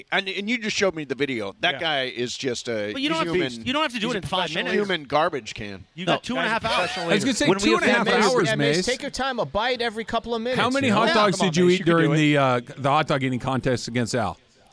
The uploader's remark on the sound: LIVE from The 909 Sports Bar at Yaamava!